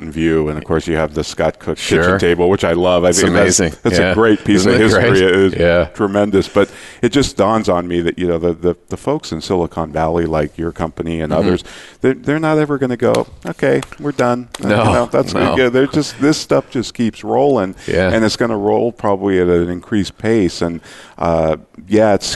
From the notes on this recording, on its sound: Live Broadcast at the The IPBC IGNITE Conference.